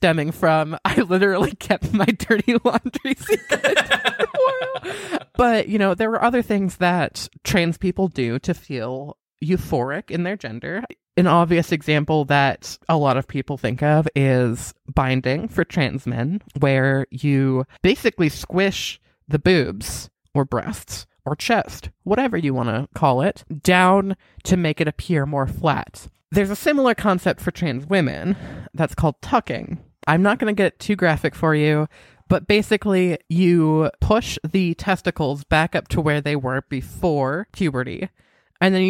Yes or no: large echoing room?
no